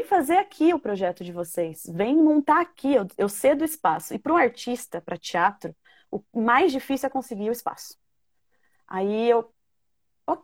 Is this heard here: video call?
yes